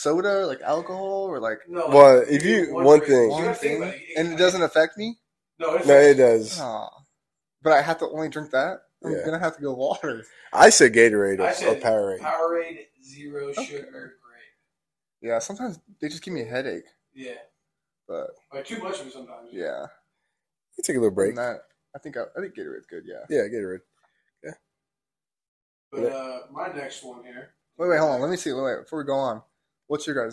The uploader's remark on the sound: So sorry for the audio quality guys, we tried to fix but could not.